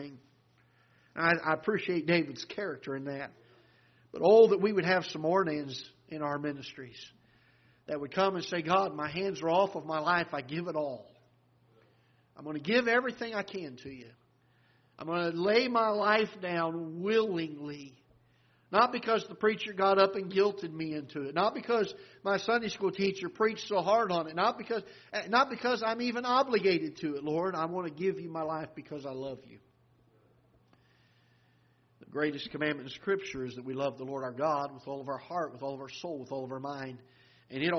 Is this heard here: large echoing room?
yes